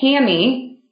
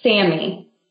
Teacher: Another one is the S sound. So again, the S sound is made with the tip of your tongue behind your top teeth. So it's that very hissing sound. · Shown in: second take